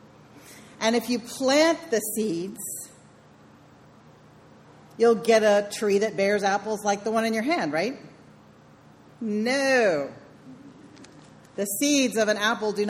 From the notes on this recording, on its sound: Sermon delivered on September 29, 2019. It's Celebration Sunday.